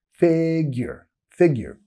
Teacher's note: Ballpark. Y es un E y no un I, así que baja la mandíbula un poco